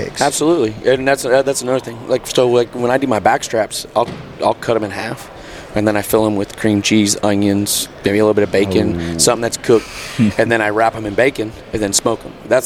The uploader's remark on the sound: in the Treezyn Booth at the Great American Outdoor Show in Harrisburg, PA.